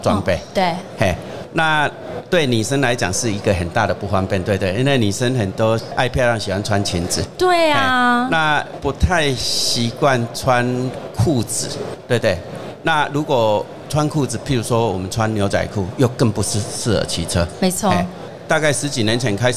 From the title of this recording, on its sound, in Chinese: 2022 Taipei Cycle台北國際自行車展-Live Podcast